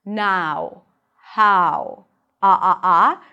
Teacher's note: In British English, it's going to be pronounced more with an open ah sound.